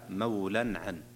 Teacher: ظهر حلقي لأنه تنوين جاء بعد حرف العين، والعين من حروف الإظهار